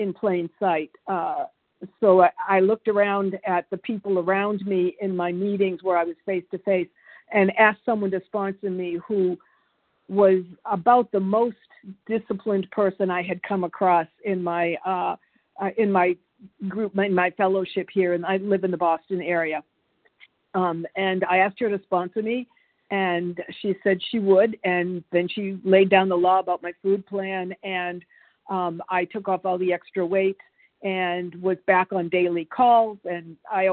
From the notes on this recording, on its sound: Qualification from the 100 Pounders Phone Meeting.